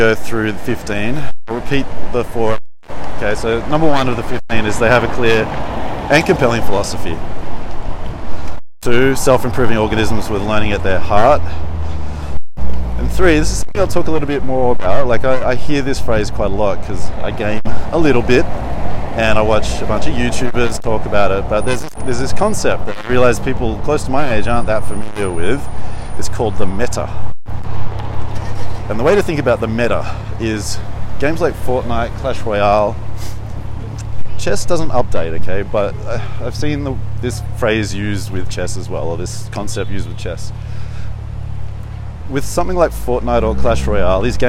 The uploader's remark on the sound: Walk And Talk, Sofia, Bulgaria